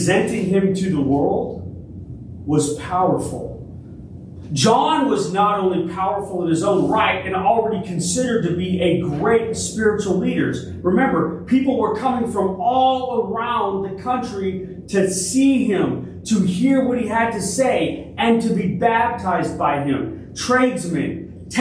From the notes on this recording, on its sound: Originally delivered on August 20, 2023 at Crossroads Christian Fellowship in San Antonio, TX